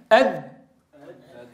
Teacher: انقطع الصوت عند طرف اللسان مع أصول الثنايا · من طرف اللسان مع أصول الثنايا العليا. أد ليك حددنا بدقة، فهو مخرج محقق نحدده بدقة، مخرج محقق. · Term: حرف الدال